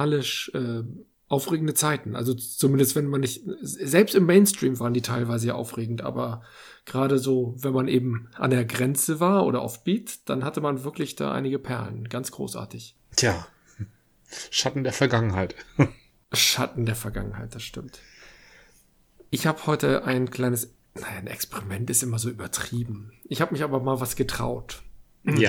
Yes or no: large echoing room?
no